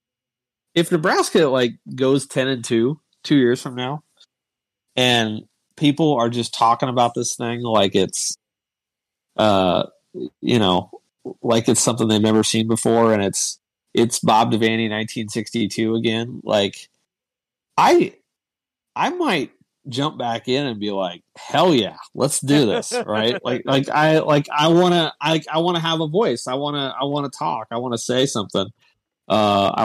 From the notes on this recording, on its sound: This was recorded live on Discord on Wednesday night.